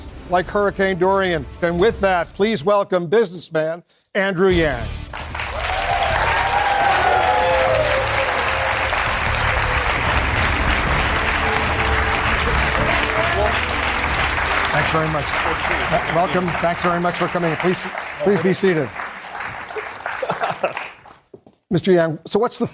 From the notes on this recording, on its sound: During a live town hall. Climate Crisis Town Hall.